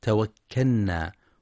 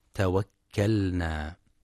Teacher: يخطئ بعضهم فيقرأ توكلنا بإدغام اللام في النون هكذا توكلنا، والصواب إظهارها توكلنا · Shown in: second take